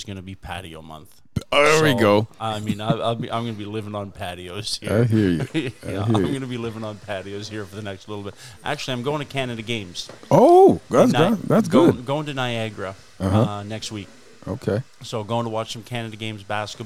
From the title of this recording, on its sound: Live at The Royal Barbershop